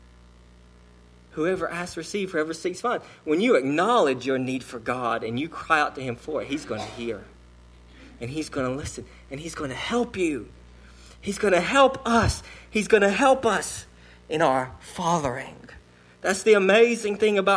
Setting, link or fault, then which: setting, large echoing room